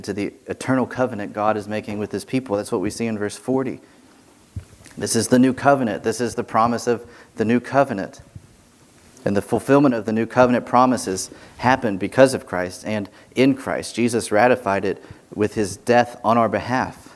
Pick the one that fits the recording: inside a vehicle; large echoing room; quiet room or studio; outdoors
large echoing room